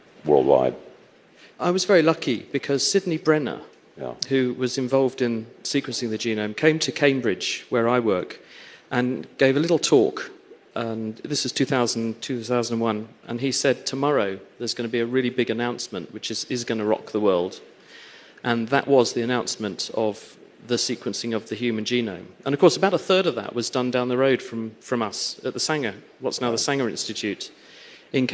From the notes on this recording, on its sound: Live in front of a studio audience at the Hello Tomorrow Summit, in Paris, 2019.